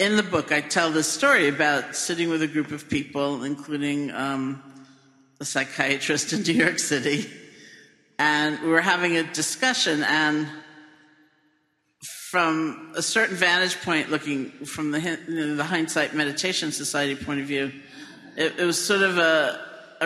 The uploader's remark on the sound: Recorded live from the Insight Meditation Society’s 40th anniversary benefit.